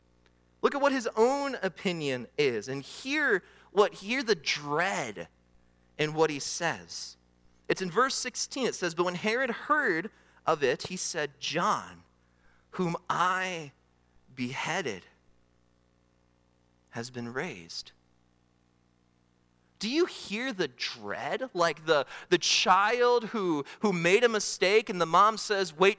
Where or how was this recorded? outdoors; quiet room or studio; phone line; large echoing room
large echoing room